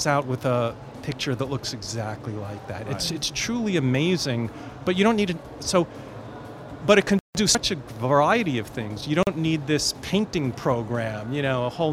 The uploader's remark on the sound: Live from IGCF 2022